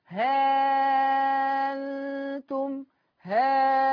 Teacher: الإبدال ألف مع الإشباع